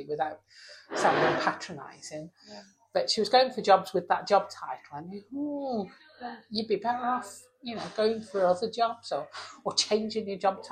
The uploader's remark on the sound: We found ourselves back in our usual pub. Apologies for the background noise (although the little girls who came toddling over to us were very cute).